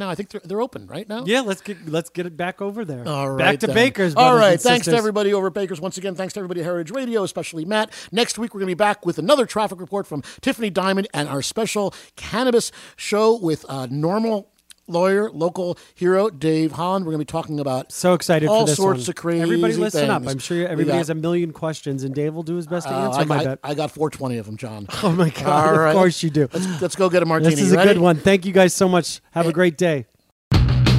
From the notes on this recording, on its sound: Go live via the Barryville Radio Satellite, direct from Back to Baker’s , Barryville’s favorite bar and grill! Go live via the Barryville Radio Satellite, direct from Back to Baker’s , Barryville’s favorite bar and grill!